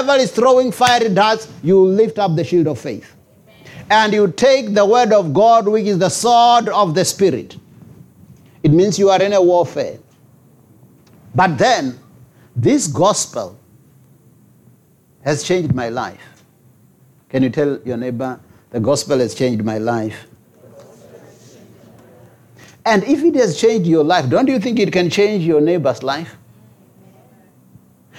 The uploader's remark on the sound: Preached at Jesus the Saviour Church, 185 Bobs Way, Eersterivier, Cape Town.